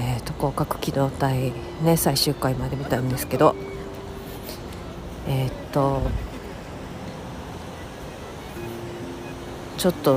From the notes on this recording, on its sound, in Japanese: 鴨川を歩きながら